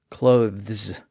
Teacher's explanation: it's really difficult to pronounce that voiced TH sound before an S